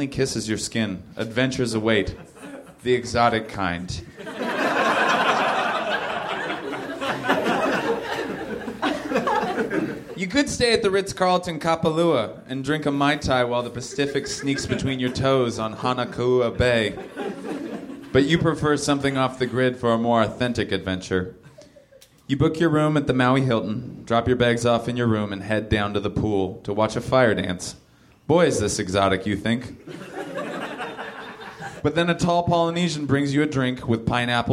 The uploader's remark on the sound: Recorded at the Nerdmelt Theater, July 15, 2013.